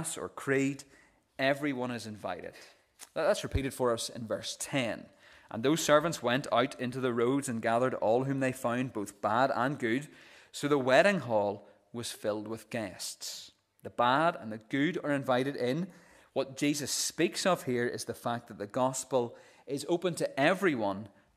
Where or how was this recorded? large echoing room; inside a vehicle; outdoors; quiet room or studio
large echoing room